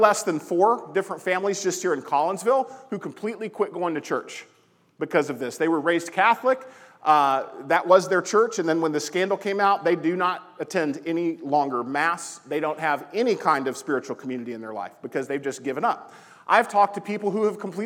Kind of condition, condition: setting, large echoing room